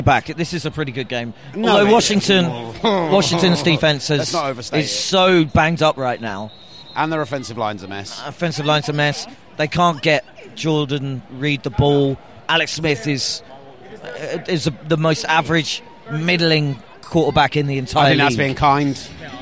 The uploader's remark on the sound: Live from Stanford Stadium